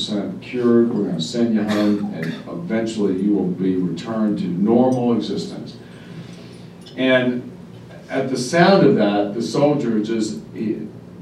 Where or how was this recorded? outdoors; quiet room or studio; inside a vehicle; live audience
live audience